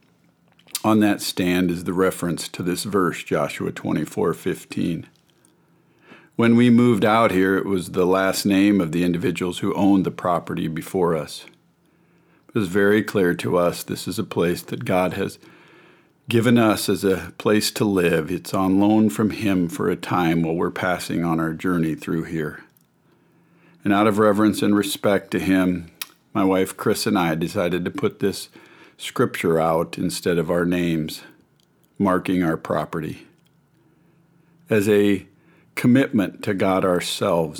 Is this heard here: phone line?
no